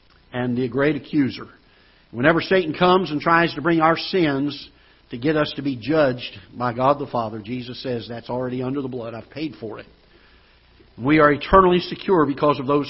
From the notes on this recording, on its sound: Ketha Heights Baptist Church ~ Live Broadcast.